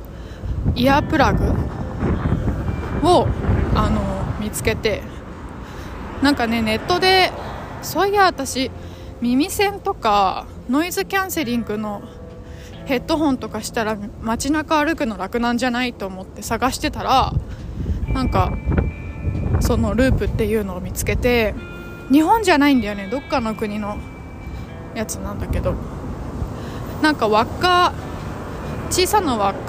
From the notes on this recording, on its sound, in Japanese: 風の強いお散歩。安定の謎音質でのお届けです！